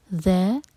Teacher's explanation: زبان آپ کی اوپر والے دانت پر ٹچ ہونی چاہیے، یہاں پر ز کی آواز نہیں آئے گی